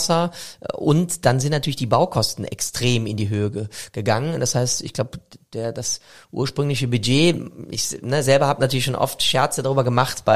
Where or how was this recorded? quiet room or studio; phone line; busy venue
quiet room or studio